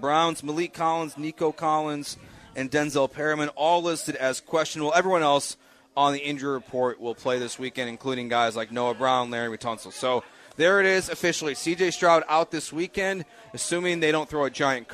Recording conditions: busy venue